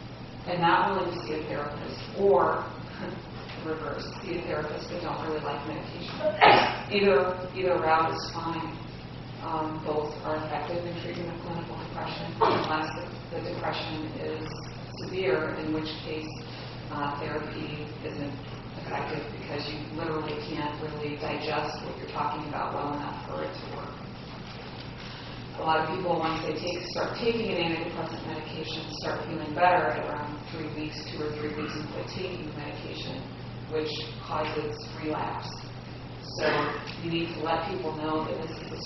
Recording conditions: poor sound quality